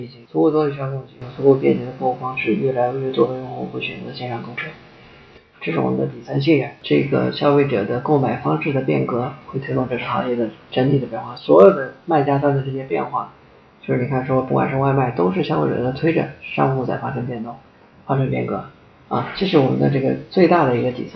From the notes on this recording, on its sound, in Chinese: 本期采访时录音设备出现了状况，原始录音丢失，无法恢复，这是在仅存的采访录音孤本基础上调音、整理的，音质不佳